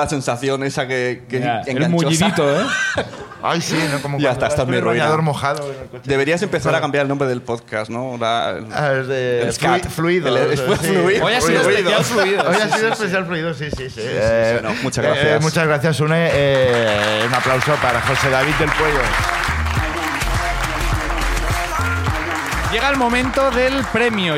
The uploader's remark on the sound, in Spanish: Como siempre, el público también participa